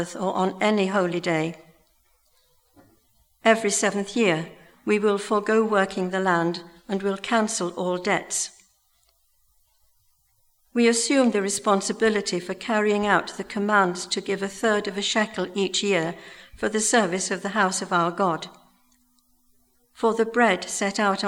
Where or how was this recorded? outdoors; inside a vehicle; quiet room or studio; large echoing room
large echoing room